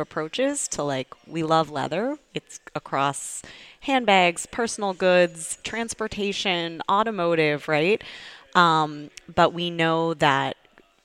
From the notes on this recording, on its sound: This episode is one of two interviews that we recorded live at Startup Boston Week at Suffolk University.